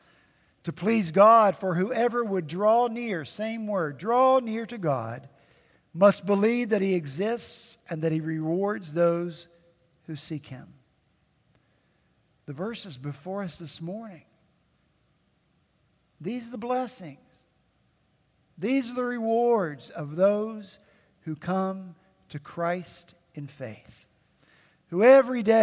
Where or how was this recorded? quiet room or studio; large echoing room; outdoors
large echoing room